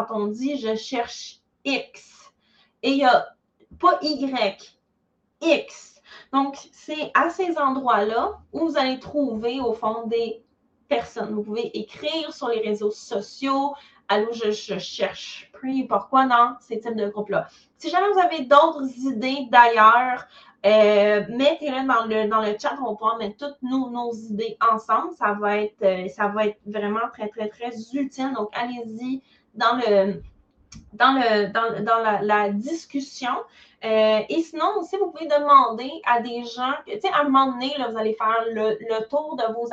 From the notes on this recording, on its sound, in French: cet épisode est issu d'un webinaire en direct que j'ai donné dans mon groupe